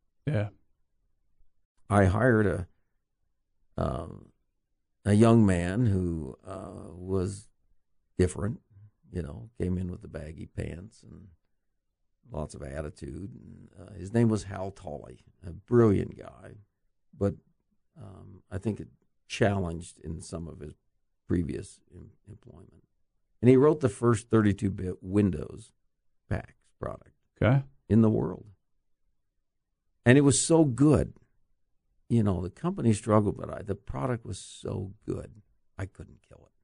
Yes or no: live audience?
no